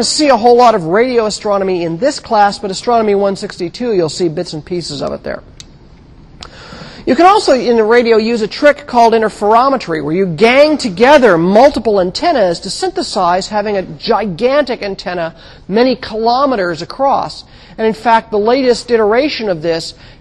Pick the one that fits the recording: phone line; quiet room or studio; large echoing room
large echoing room